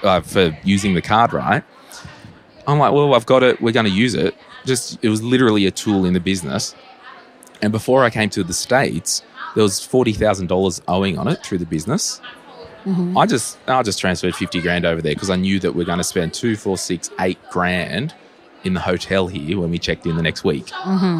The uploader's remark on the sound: Live from FinCon22. At FinCon22 in Orlando, Florida.